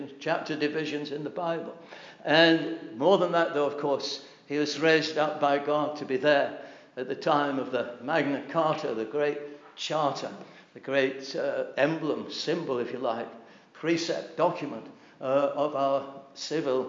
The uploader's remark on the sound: This address was delivered at the Britain's Only Hope - the Gospel Conference in 2018.